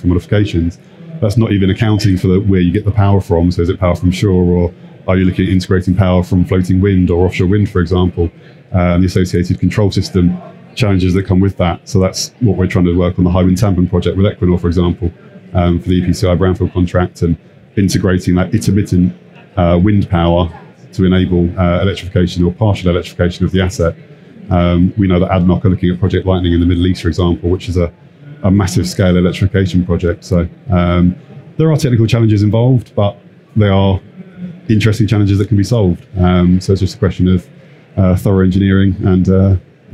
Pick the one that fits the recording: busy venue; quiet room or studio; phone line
busy venue